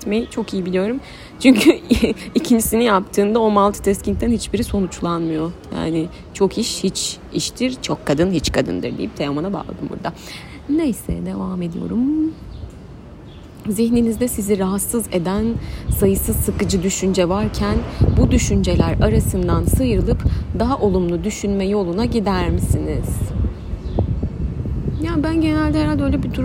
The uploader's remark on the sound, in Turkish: Çok ani bir kararla kafede kayıt yaptığım, sesi çok temiz olmayan bir bölüm.